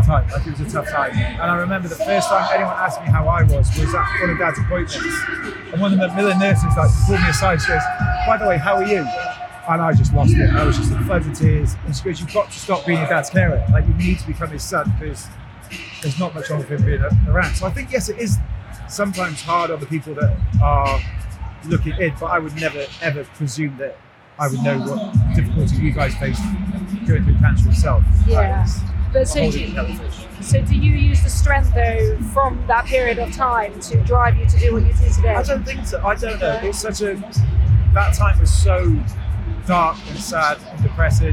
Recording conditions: busy venue